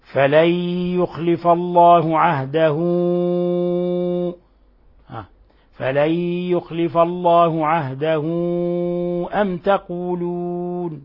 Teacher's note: صارت الضمة حرف مد، وجاء بعد همزة فعوملت معاملة المد المنفصل